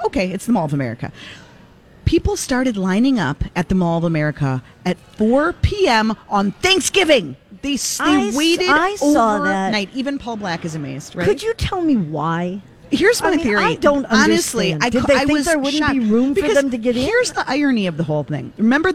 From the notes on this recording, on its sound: Live at the Galleria for Small Business Saturday!